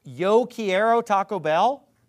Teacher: First of all, anybody who's ever traveled the Spanish-speaking world knows that in South America, when they pronounce it, what they would do in Mexico as a Y sound, as a Y sound, is a J sound